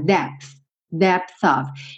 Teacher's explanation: Você chega a fazer o P, só que você não se preocupa em fazer aquela explosão do P